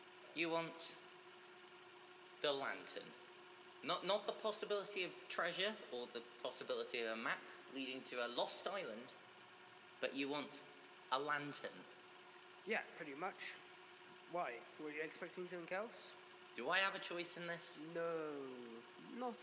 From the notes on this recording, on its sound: whiles uploading the audio the sound came out quieter then the audio file for some reason and i'm no able to fix it, sorry for any inconveniences.